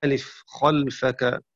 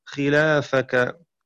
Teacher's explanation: قرأ شعبة بفتح الخاء خاء وسكون اللام خل دون ألف خلفك، وقرأ حفص بكسر الخاء خي وفتح اللام خلا وألف بعدها خلافك